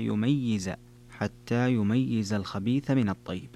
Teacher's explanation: قرأ حمزة والكسائي ويعقوب وخلف بتشديد الياء مع كسرها حتى يميز، حتى يميز الخبيث من الطيب.